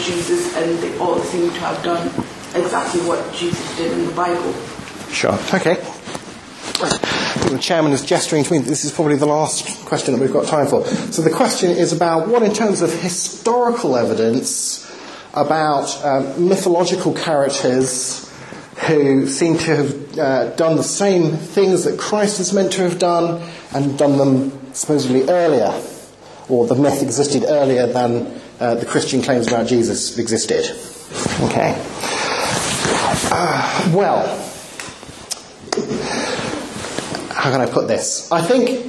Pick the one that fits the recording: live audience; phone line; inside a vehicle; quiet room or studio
live audience